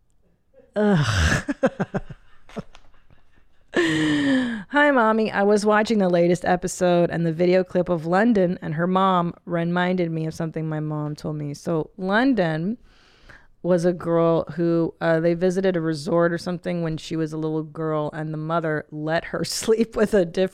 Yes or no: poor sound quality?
no